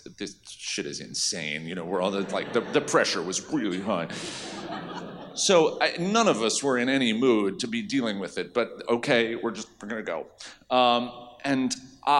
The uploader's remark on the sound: Recorded Live